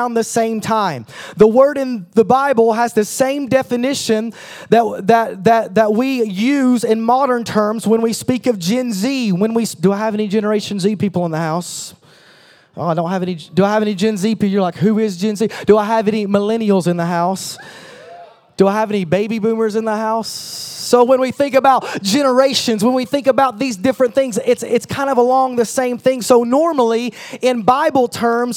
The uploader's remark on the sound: at a combined service for United Young Adults and Impact Youth Ministries